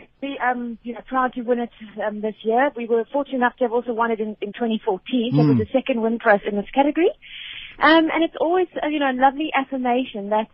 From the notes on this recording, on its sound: GUEST (Phone)